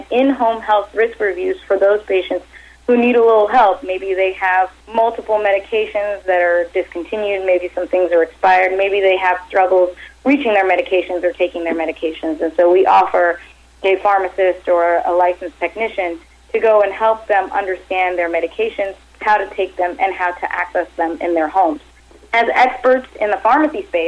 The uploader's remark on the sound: called in to SmallCapVoice.